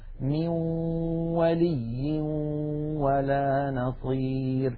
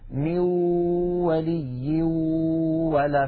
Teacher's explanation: هنا يا إخوتي عند الإدغام بغنة يخرج صوتان في آن واحد، واو من الشفتين في مثال الذي معنا، وغنة من الخيشوم، مجموع هذين الصوتين يشكل النون المدغمة في الواو. من الأنف يخرج غنة ومن الشفتين تخرج واو، يبدأان معا وينتهيان معا · Shown in: first take